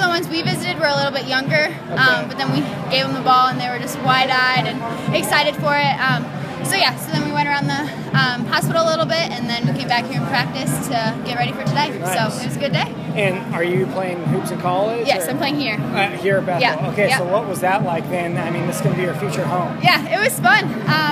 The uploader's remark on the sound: Live interviews with players participating in the 2015 McDonald's Michiana All-Star Game at Bethel College